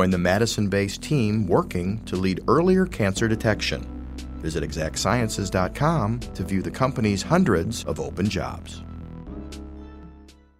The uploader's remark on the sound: At the 2019 Fermentation Fest — A Live Culture Convergence in Reedsburg, five experts gathered on a panel